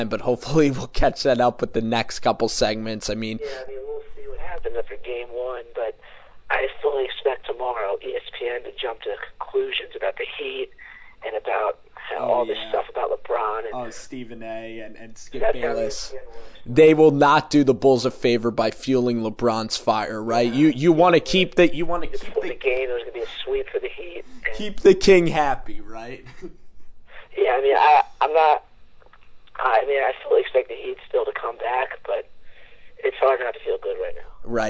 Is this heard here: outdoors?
no